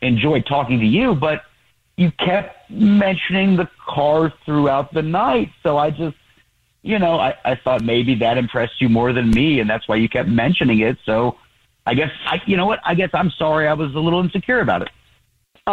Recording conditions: phone line